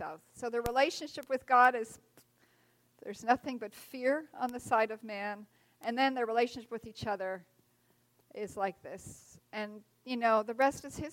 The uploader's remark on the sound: recorded on September 30, 2023, at Ringgold Seventh-day Adventist Church